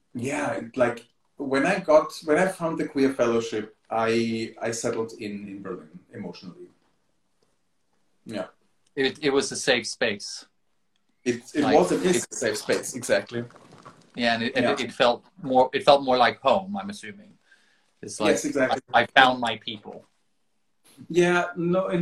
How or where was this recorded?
video call